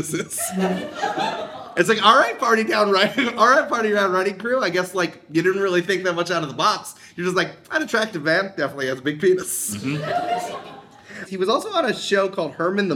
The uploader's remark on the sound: LA Live Show Extravaganza. Live in LA.